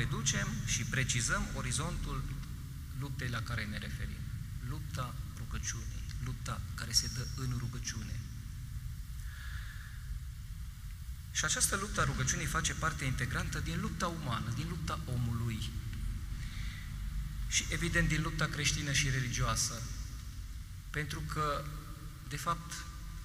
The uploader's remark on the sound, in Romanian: Material audio cules şi prelucrat din transmisiunea video în direct de la Catedrala din Lugoj